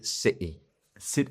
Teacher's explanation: Se interrumpen el aire en la garganta · Term: stop tea